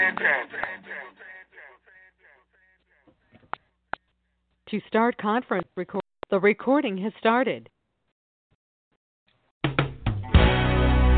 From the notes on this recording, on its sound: TNTSuperfantastic Conference Call